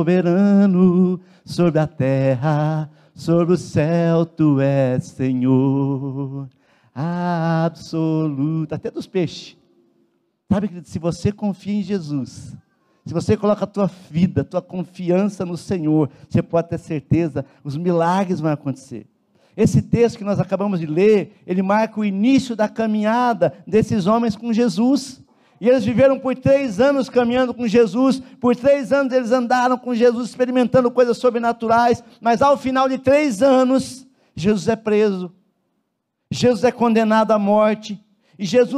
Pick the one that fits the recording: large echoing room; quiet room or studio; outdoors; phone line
large echoing room